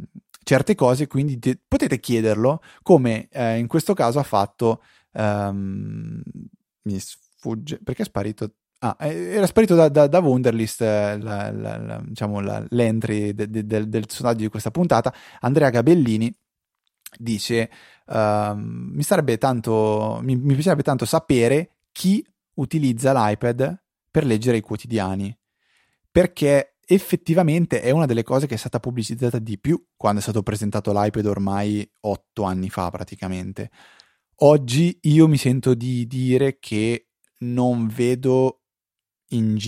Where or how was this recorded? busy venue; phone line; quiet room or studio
quiet room or studio